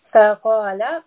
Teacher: qaf is a permanently heavy sound